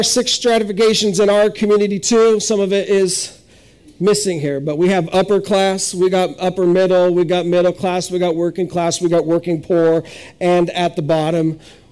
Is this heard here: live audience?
yes